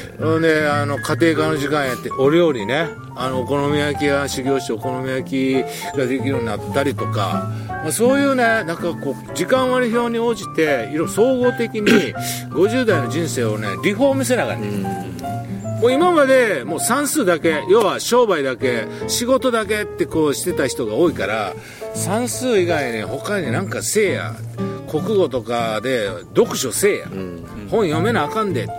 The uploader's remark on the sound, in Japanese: 箱根三人対談。箱根まで日帰りバイクツーリングしてきました。富士山をバッグに３人対談。